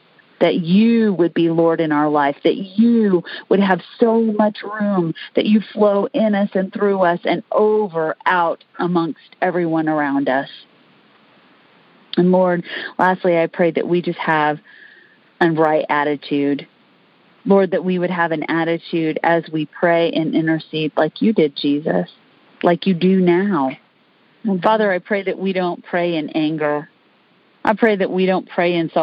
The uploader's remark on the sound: Recorded during the "Intercessor's Arise" weekly teaching, prayer and equipping call